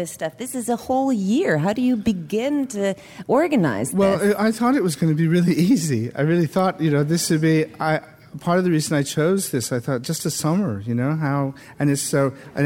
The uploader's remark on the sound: Recorded live at The Music Hall in Portsmouth, NH. This archive program may still contain broadcast elements from the time it aired.